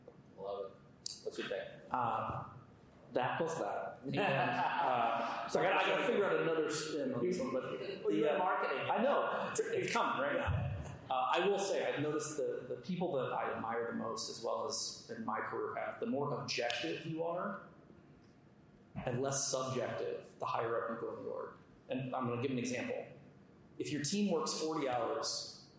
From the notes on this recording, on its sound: Audience Q&A